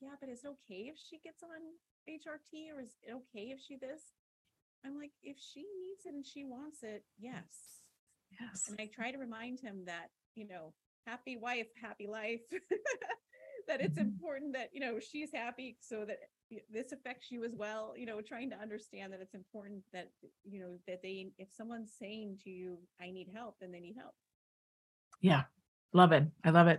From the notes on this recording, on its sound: Despite our high standard for great recordings, we had some difficulties with the sound on this interview. We have tweaked the dials to get the sound as good as possible.